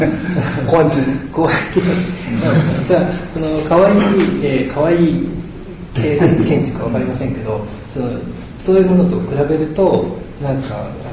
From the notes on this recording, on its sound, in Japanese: …研究室作品展「the horizon」公開収録。今日は、京都で行なわれている京都大学…研究室の展覧会会場から公開収録を行ないます。